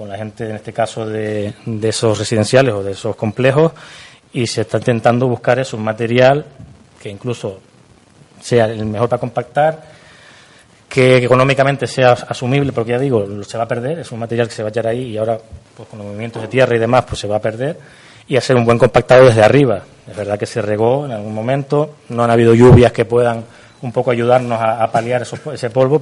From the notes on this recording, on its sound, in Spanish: Audio Pleno Extraordinario del día 11 de Octubre de 2019 celebrado en la Casa de la Cultura Benito Pérez Armas de Yaiza